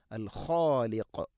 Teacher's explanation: ഖ തൊണ്ടയുടെ മുകൾ ഭാഗം, ഖാഫ് അതിൻ്റെയും മേലെ ചെറുനാക്കിൻ്റെ അടുത്ത്.